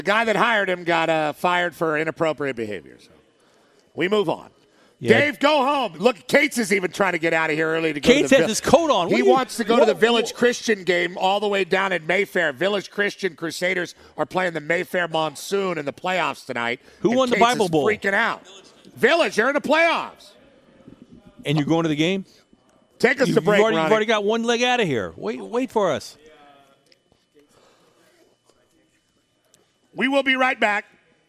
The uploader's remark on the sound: LIVE from The Breeders Cup at Santa Anita Park